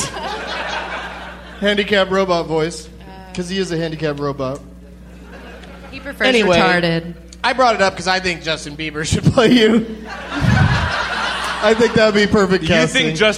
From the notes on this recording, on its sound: Recorded live at the Baltimore Comedy Factory on August 3rd, 2011.